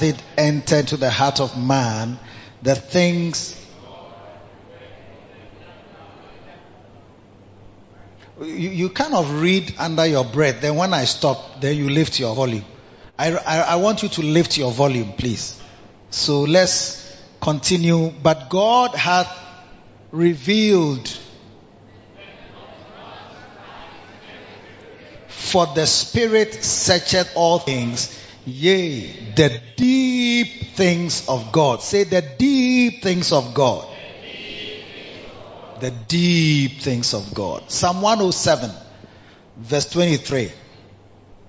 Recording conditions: large echoing room